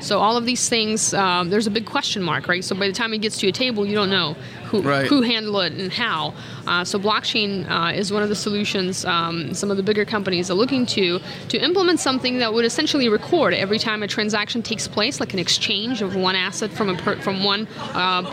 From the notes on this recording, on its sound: In this episode of Spotlight recorded at All Things Open 2016.